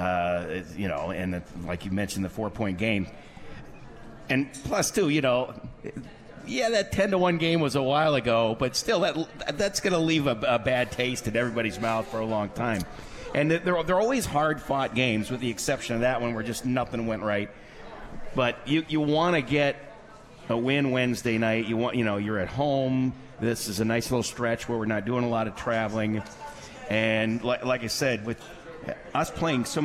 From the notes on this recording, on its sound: live from The 72 Tavern